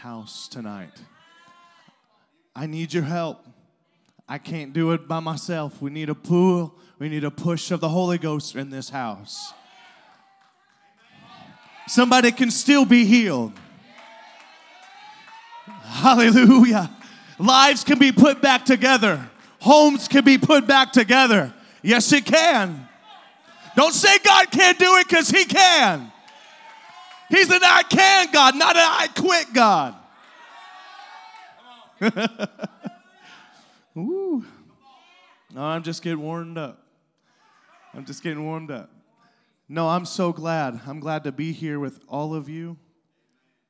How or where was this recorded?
large echoing room